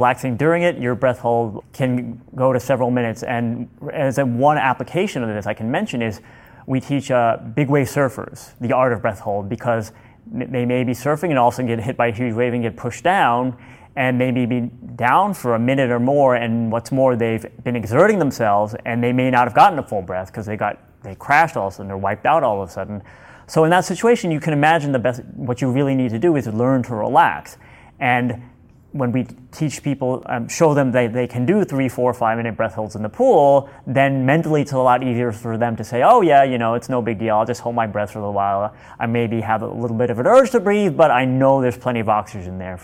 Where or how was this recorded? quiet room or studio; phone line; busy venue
busy venue